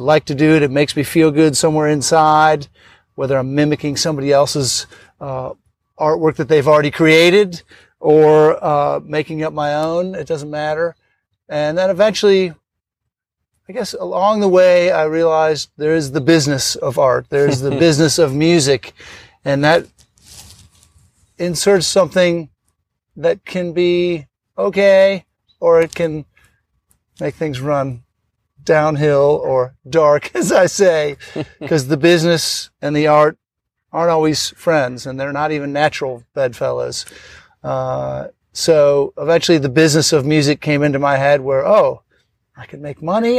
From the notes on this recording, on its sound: on-location at beautiful Hampton Park in Charleston, South Carolina